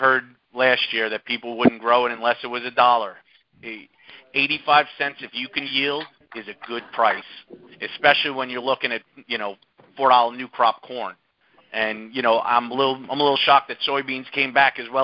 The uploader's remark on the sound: Monthly Cotton Conference Call.